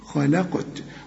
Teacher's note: والقاف قلقلها لأنها عليها السكون، وكل قاف كده في القرآن ما دام عليها السكون قلقل